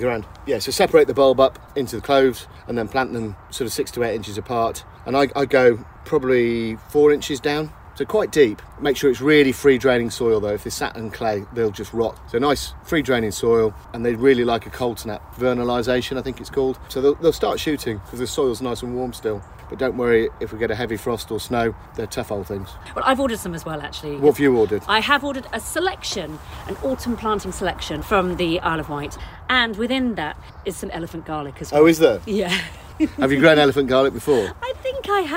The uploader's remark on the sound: It's a bit squelchy outside. Back at the Adhurst Estate Allotment. The gardening magazine podcast from Shine Radio.